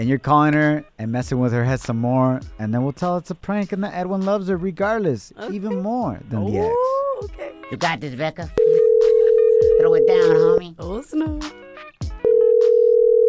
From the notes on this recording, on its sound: We opened up the phone lines and asked our listeners their biggest travesura.